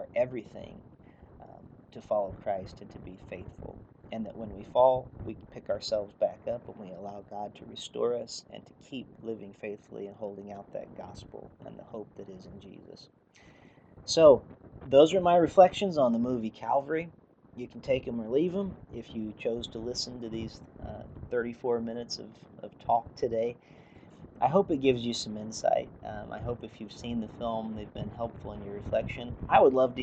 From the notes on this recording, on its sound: The audio on today's episode turned out to not be great. I'm not sure why there is so much background noise on the audio but given the nature of the episode I couldn't rerecord it so it is what it is.